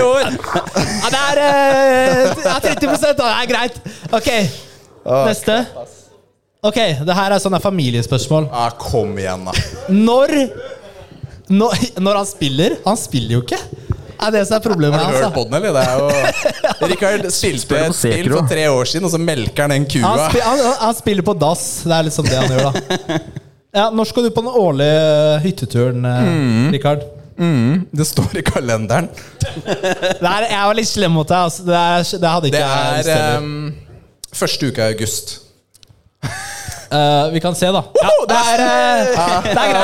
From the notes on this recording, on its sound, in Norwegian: Mai hadde vi LIVE SHOW på Tilt i Oslo sammen flere andre spillpodcaster! Vi kjørte mer show enn podcast, men lanserer uansett opptaket til de som ikke var der.